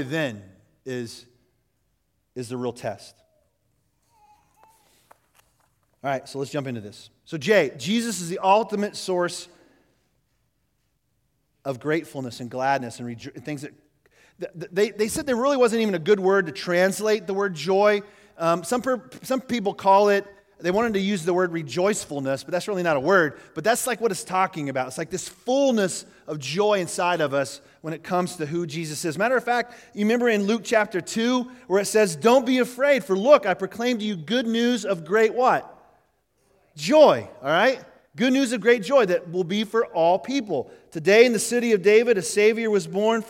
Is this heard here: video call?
no